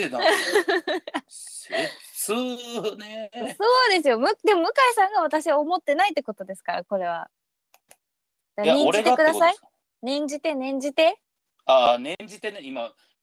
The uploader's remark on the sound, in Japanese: リモート収録